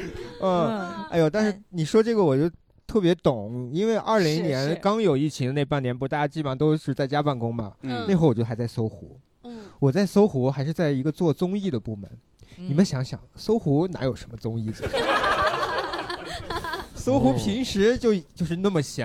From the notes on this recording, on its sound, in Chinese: 现场观众们